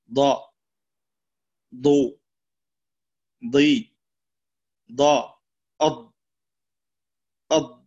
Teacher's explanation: فيها استطالة، ولمن يخرجها من طرف اللسان هذا خطأ · Term: الضاد